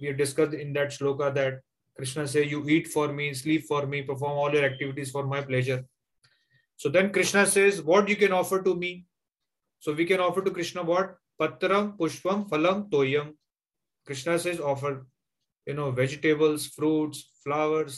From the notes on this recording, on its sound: Zoom recorded classes